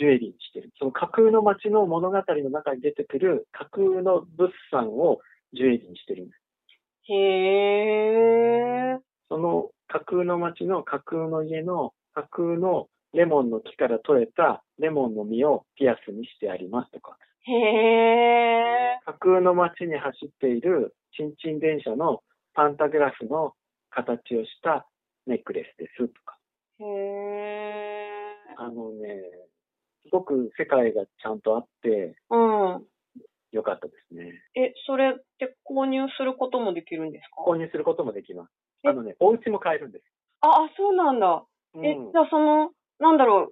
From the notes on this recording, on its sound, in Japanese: 話している場所: 電話収録